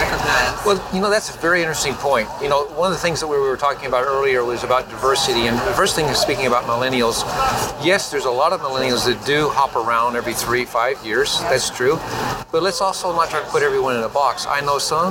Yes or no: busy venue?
yes